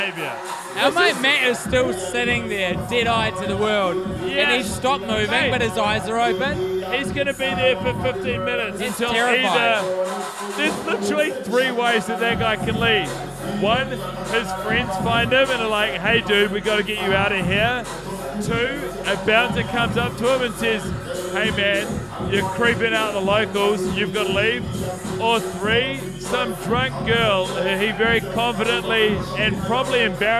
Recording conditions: busy venue